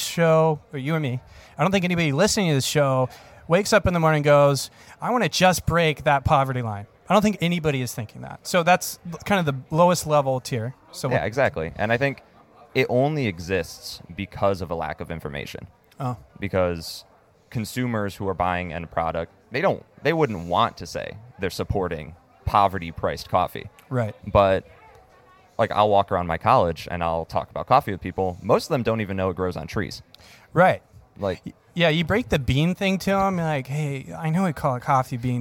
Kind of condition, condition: setting, busy venue